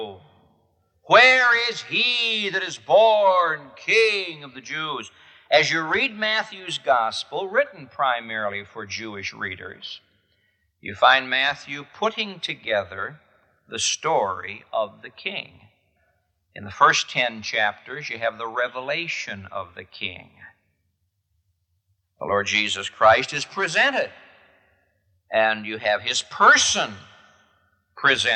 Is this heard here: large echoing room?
yes